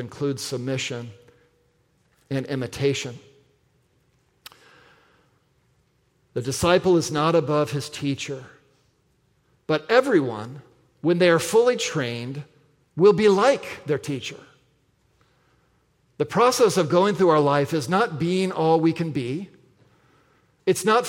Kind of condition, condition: setting, large echoing room